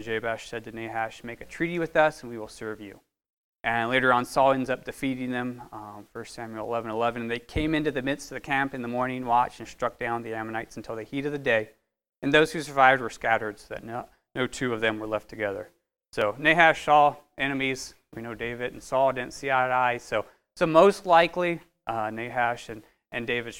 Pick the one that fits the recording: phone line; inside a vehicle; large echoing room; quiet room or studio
large echoing room